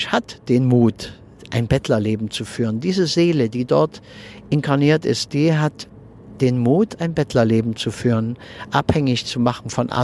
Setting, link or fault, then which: setting, inside a vehicle